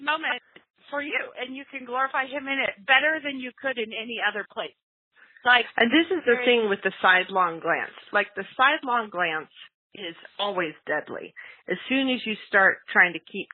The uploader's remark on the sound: We attempted a long distance podcast with half the team in Florida, the other half running around the house taking pictures of toddlers in Idaho. Via a recorded phone call.